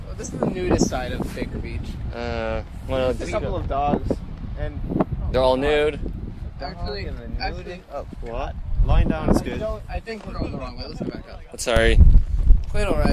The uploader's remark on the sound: Forgive us for the wind in the background.